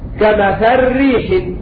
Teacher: اضغمنا اللام في الراء